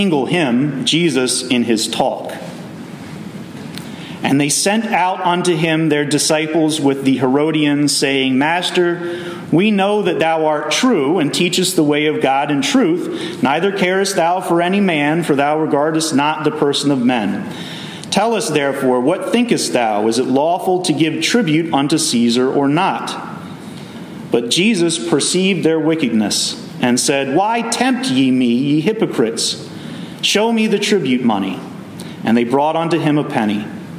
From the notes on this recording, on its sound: Messages delivered Sunday, July 2w, 2023 at Mt Carmel Primitive Baptist Church